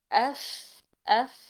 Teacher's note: باطن الشفة السفلى مباشرة مع أطراف الثنايا العليا، مع خروج النفس طبعا ورخاوة الفاء، فبيعطيني صوت الفاء الحقيقي